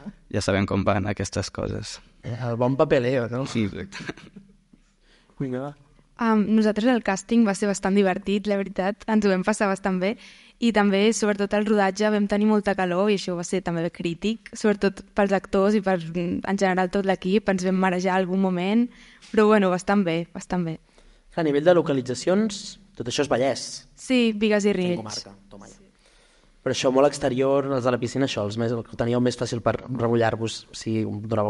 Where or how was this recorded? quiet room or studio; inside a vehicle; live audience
live audience